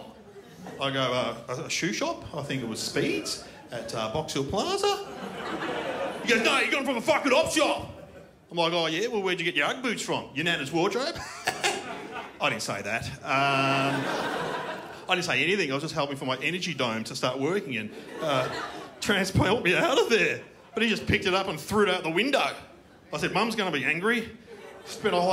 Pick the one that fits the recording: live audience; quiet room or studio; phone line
live audience